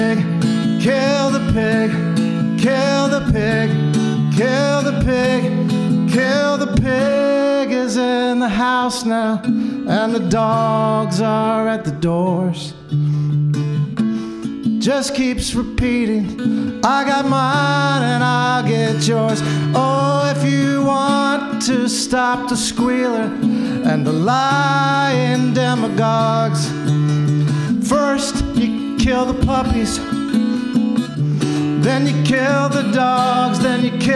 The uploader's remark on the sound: FARMED: A Live Podcast Album. FARMED culminates in evenings of song and interview, performed for a live studio audience.